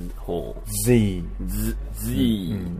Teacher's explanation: Z の方は S の Sh の音で、ちょっと難しいけどね、声帯の振動を伴うっていうんだよね